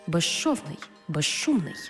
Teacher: У словах безшовний і безшумний свистячий з плюс шиплячий ши всередині слова разом вимовляємо як жи-ши